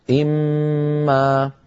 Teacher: لكن في سورة الرعد فقط نجد أنها قد كتبت إن ما بنون مظهرة، يعني إن كلمة وما كلمة، ولكن عند الوصل القراءة واحدة، إما لابد من إدغام النون في الميم فيصير النطق إما